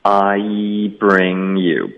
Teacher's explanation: bring 的这个后鼻音呢要连读到 you